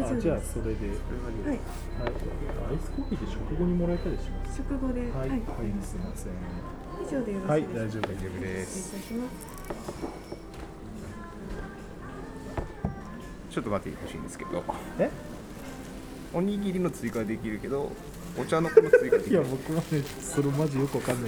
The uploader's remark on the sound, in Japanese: 屋外収録